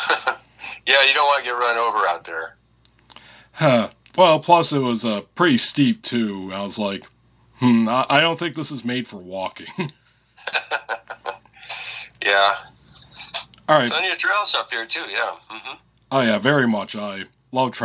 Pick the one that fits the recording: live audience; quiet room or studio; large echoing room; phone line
phone line